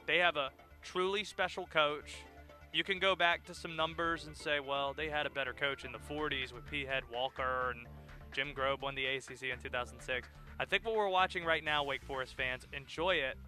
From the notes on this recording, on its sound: live from the Carolina Classic Fair